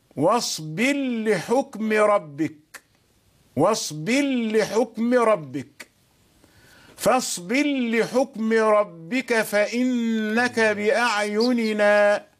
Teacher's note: يدغم الراء من فاصبر مع اللام إدغام كبير